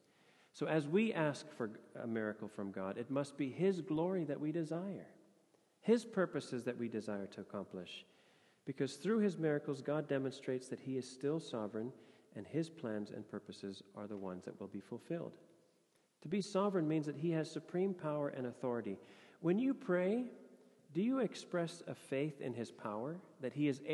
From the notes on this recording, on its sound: Sermon audio from FIBC Copenhagen